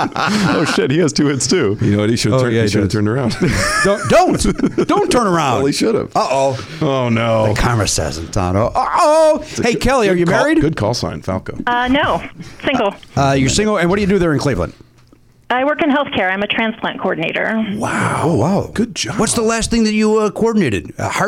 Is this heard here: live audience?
no